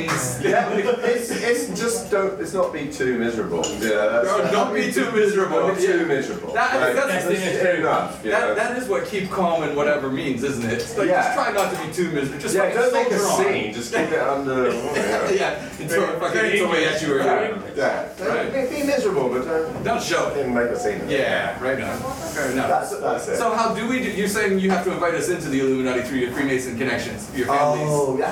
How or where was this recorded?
busy venue